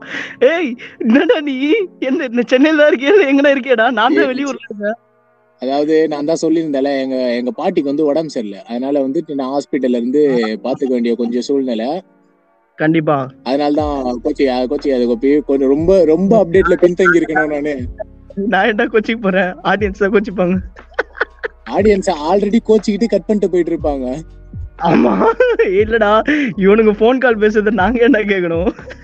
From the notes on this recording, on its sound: Phone Call. Were not together to Record. Apology for the audio.